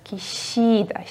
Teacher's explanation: Слог, который в фамилии Кишида, это среднее между Ш и С.